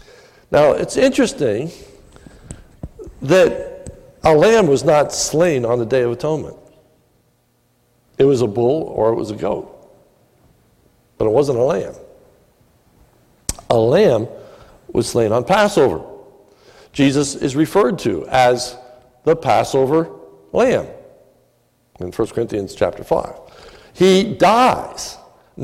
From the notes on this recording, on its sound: This is a sermon recorded at the Lebanon Bible Fellowship Church in Lebanon, PA. During the evening communion service.